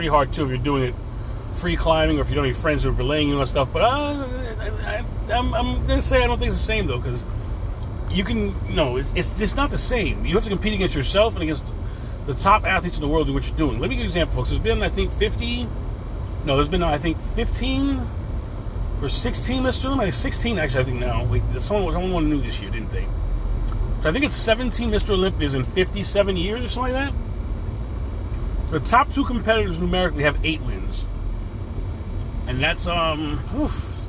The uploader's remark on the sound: In this CarCast